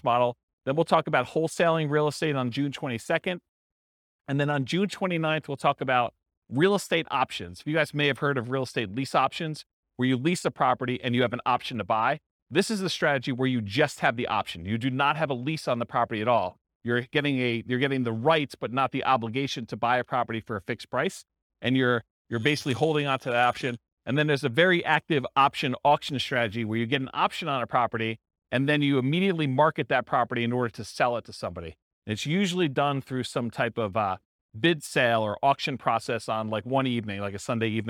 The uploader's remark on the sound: This was a live class recorded